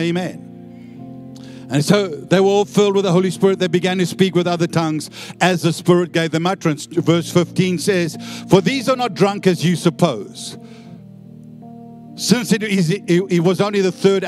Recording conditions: large echoing room